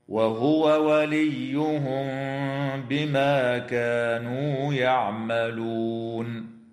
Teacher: وتخفى الميم الساكنة مع الغنة عند الباء في قوله تعالى وليهم بما، وتنتهي الآية بالإجماع عند كلمة يعملون، والوقف عليها من قبيل الوقف التام.